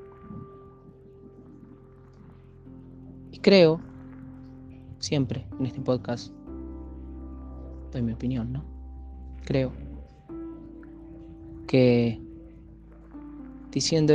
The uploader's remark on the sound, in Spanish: En este episodio reflexiono para (y con) ustedes desde el techo de mi casa.